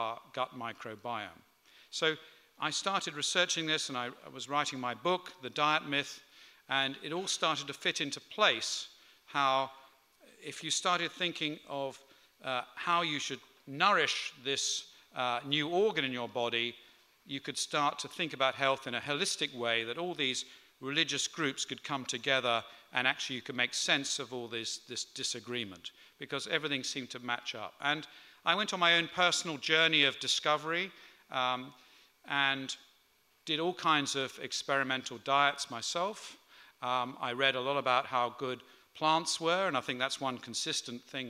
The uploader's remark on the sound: Recorded on 19th November 2018 at The Tabernacle at the 5x15 health special.